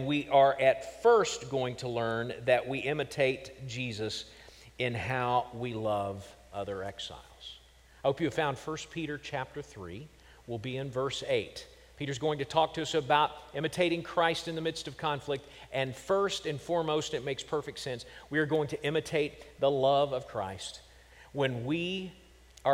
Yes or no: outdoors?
no